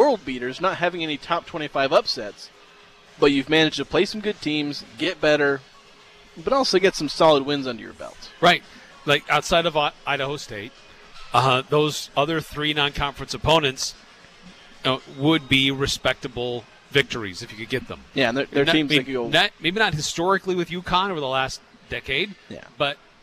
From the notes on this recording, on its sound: Live at Beehive. Broadcast the show live from Beehive Grill.